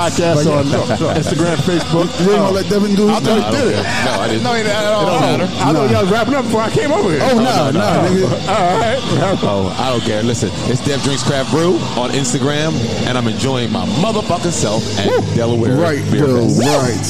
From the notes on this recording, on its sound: Live correspondence from our favorite outings, beer festivals. We go live and check the vibes at Barrel and Flow Fest and the Delaware Beer Fest.